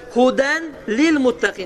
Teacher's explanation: ənin nısı, inin nısı və unun nısı itəcəkdir və ləm və ra hərfləri şəddələnəcəkdir. Yəni, iki dəfə deyiləcəkdir. · Term: idğam bilə gunnə